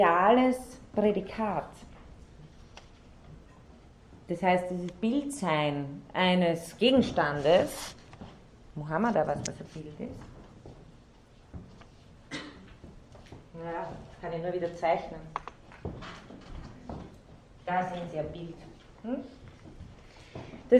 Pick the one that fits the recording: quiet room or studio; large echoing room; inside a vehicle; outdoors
large echoing room